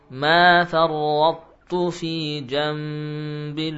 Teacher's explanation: Farrattu dari fa masuk ke ra farra kemudian ke ta dengan sifat mufakham.